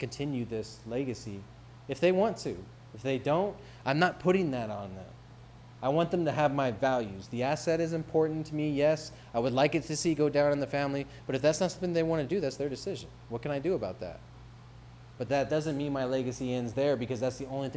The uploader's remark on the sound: speak at Upstate Small Business Conference